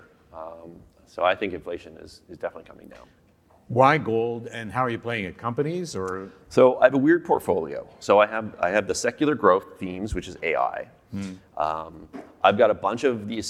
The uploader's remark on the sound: Sessions ran both onstage in Vancouver to a live audience, and from our Toronto studio for a crowd of thousands more online. Speaking of that live audience, you will hear a few references to slides that were shown to the room.